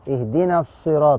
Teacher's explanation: والصاد مفخمه والطاء مفخمه